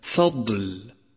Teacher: لاحظ صفة الاستطالة لحرف الضاد في كلمة فضل. فضل وحرف الضاد هو حرف الاستطالة الوحيد.